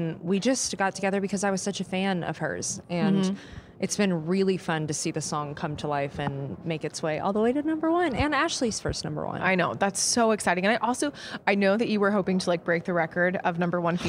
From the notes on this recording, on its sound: Backstage at Audacy's Leading Ladies Live.